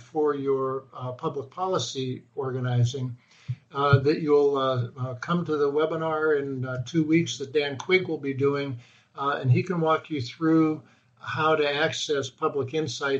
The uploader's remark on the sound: Webinar Podcast